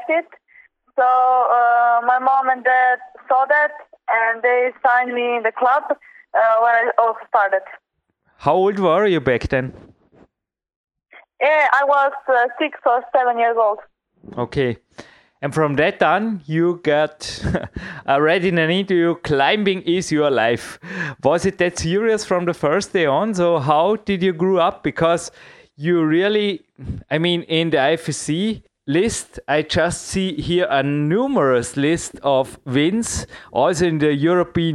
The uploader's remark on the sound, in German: Alle Antworten in einem Telefoninterview, welches direkt vor den Weltmeisterschaften 2016 in Paris aufgezeichnet wurde!